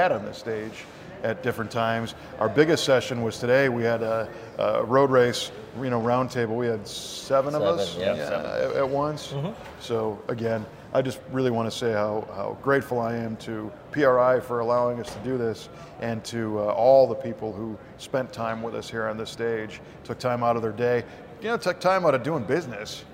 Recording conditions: busy venue